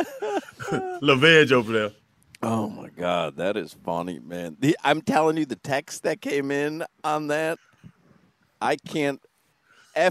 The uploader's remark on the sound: While live at Hollywood Kia today